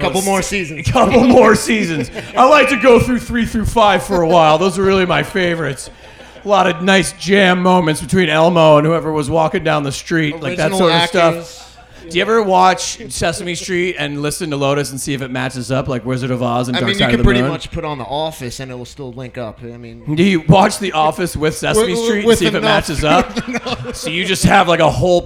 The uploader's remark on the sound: This episode was recorded live at the Summerdance Festival.